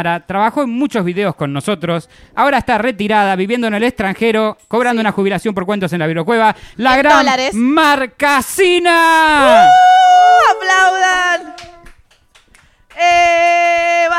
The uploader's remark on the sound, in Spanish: te mostramos como fue el festejo de nuestro aniversario con muchos invitados en vivo